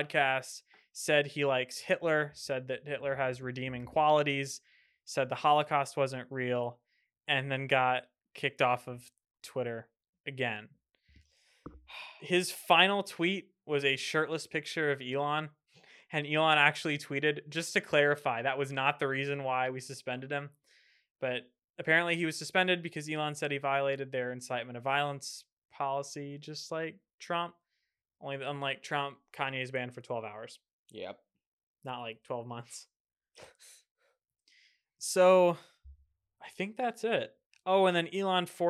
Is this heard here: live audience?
no